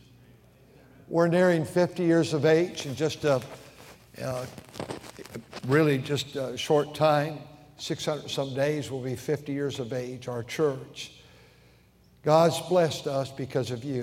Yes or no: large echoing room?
yes